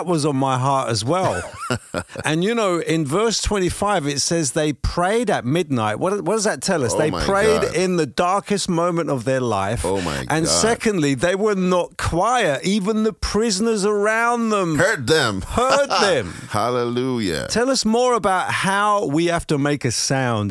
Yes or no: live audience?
no